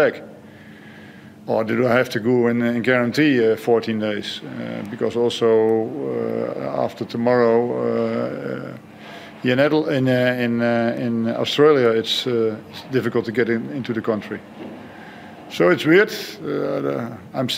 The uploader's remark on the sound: Post-match Press Conference | Hyundai A-League.